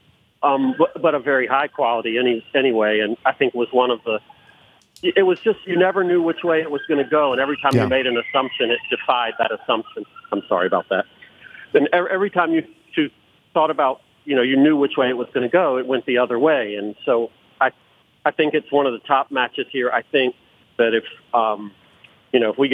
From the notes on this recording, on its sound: Calls in from England. Phones.